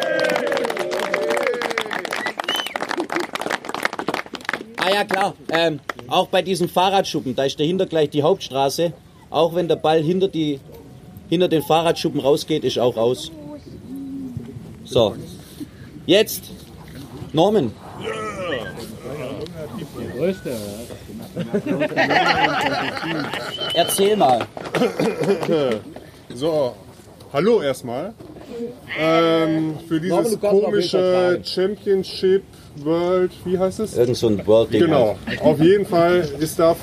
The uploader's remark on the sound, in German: live Vor Ort in Weinstadt vor das Micro bekommen